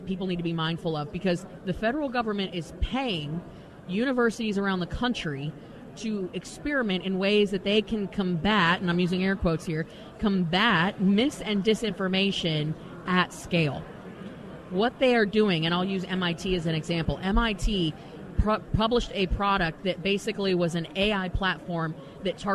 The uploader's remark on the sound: LIVE from CPAC for the second day in a row!